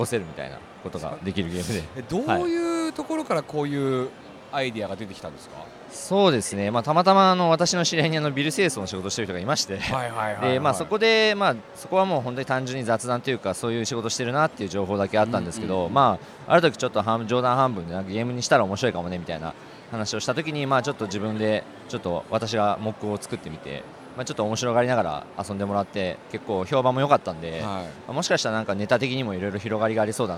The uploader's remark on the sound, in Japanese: 東京ゲームショウ2023。2日目のビジネスデイの現場からお届けします。インディーゲームコーナーを散策しつつ。